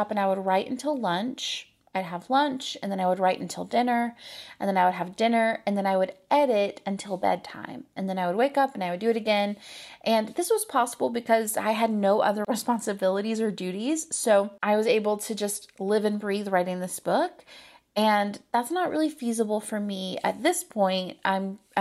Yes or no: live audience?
no